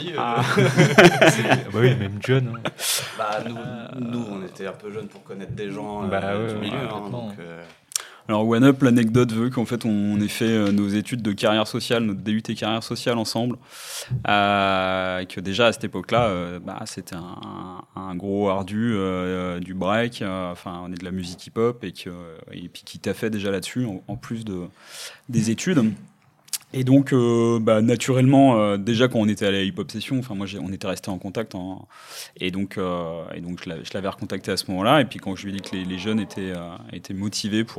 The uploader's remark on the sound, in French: À l'occasion de l'événement du WEEK RD'END, organisé pour célébrer les 13 ans des aventures de RDN Asso, ces derniers ont enregistré ce premier épisode du podcast.